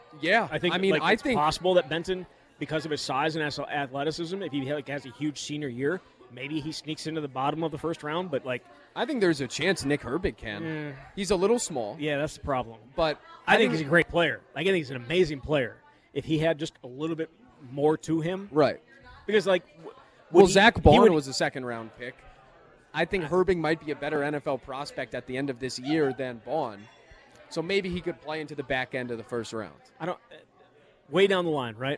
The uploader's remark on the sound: live from Monk's Bar and Grill in Sun Praire